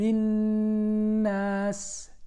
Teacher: النون هنا عليها شدة، نقف مقدار حركتين · Term: حرف غنة